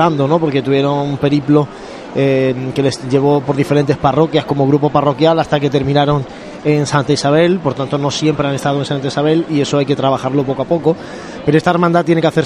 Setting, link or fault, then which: setting, outdoors